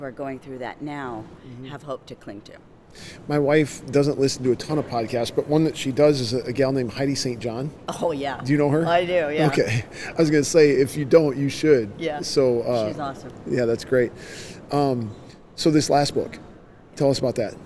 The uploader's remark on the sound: LIVE from CPE 2022!